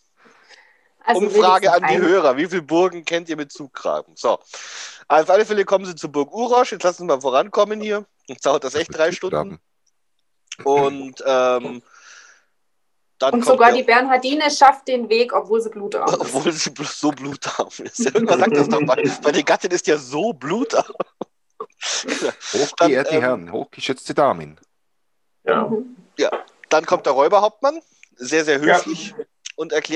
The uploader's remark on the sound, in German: haben wir dieses mal unser Zoom Meeting aufgenommen